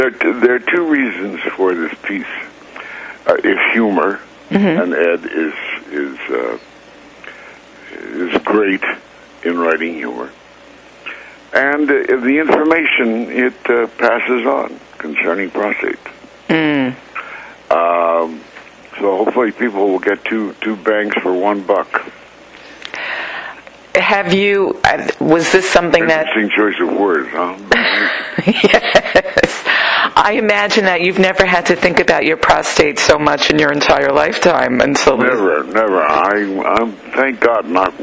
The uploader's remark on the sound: We spoke over the phone. From Los Angeles.